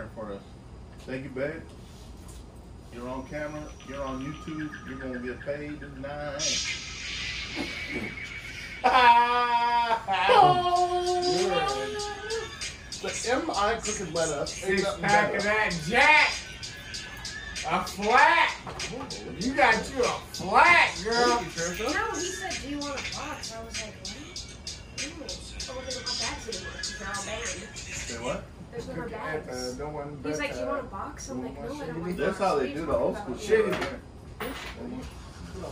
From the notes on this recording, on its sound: We have some nice new equipment, still learning...audio on this ep is not so good so we do apologize for that.